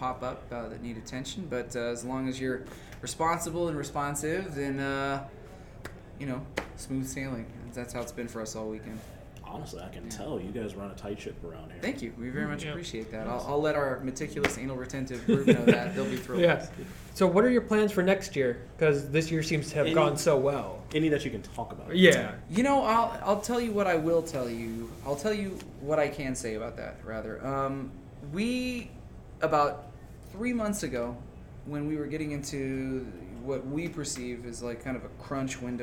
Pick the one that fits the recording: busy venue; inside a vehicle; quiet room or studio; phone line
busy venue